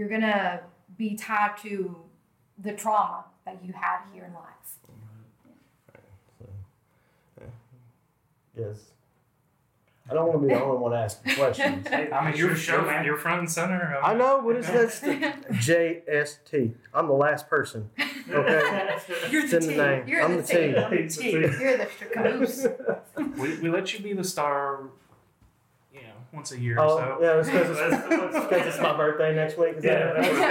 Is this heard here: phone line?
no